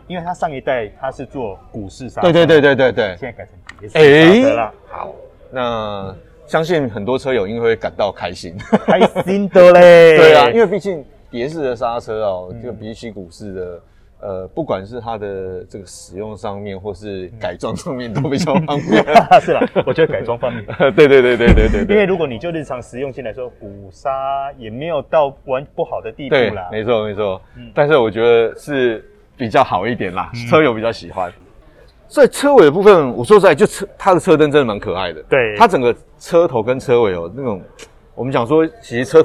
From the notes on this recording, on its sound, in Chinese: 大改款Honda Fit是在貴三小？實車現場邊看邊說給你聽！